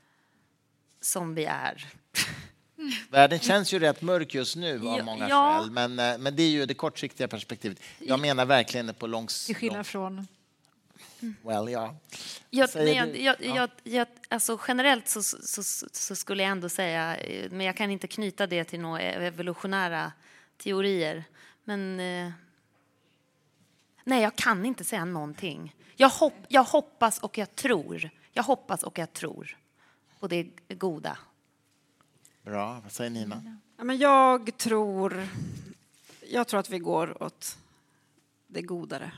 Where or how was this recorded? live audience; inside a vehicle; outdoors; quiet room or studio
live audience